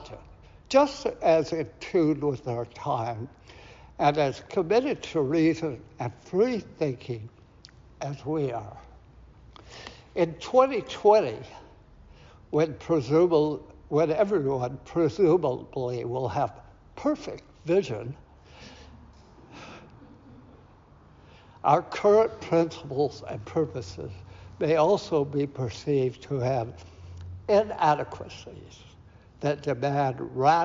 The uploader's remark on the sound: Recorded at Auckland Unitarian Church 23rd April 2023.